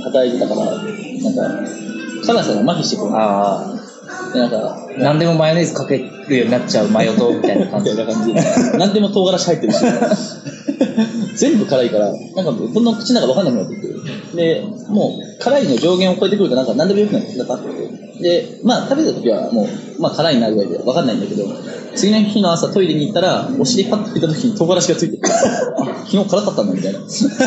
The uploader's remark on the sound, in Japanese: 昼からひたすらビールを飲み続けた屋外録音のため、頑張りましたが音質が悪くなっております。